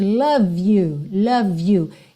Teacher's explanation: Eu também ligo, porque o E de love não é pronunciado. Então, eu já ligo o V no you.